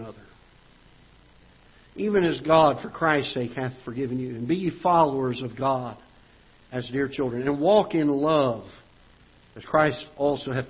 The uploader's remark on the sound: Ketha Heights Baptist Church ~ Live Broadcast